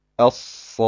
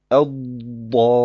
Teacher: Er wurde von den Ulama des Tajweed als Mad Lazim bezeichnet, weil alle Qurra diesen Mad 6 Längeinheiten in die Länge ziehen oder anders formuliert, so lange wie 3 Alifs